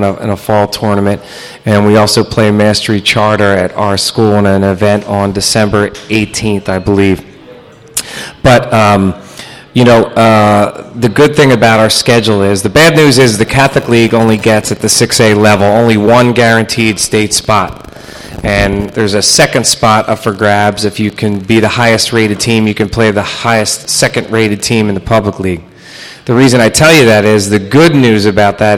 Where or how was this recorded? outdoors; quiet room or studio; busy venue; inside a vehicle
busy venue